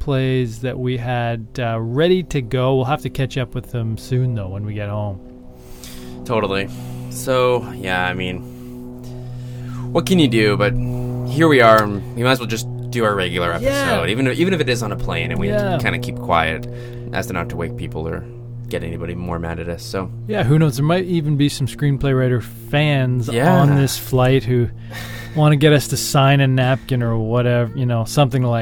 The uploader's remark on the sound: recorded this episode on a plane, flying home from Minneapolis-St Paul